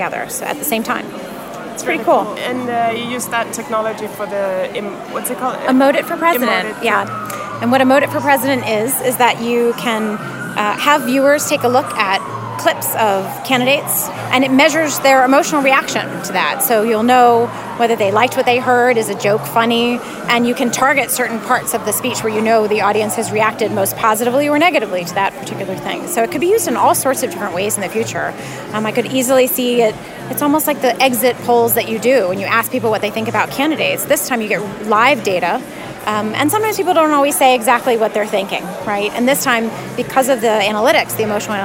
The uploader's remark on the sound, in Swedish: I kanske det mest stökiga avsnittet hittills i poddserien. Vi spelar in avsnittet på Hiltons balkong, och Austin visar prov på att vara live music capital of the world.